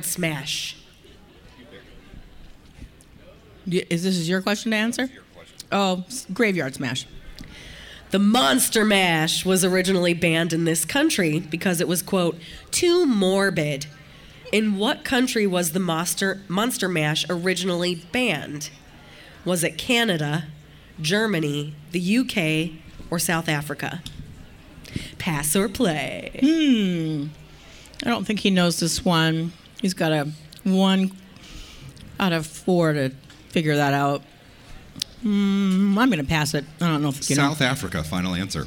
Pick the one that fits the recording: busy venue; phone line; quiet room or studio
busy venue